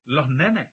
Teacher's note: Lo que hacen es abrir la vocal final. Muy típico de Córdoba. · la aspiración de la S final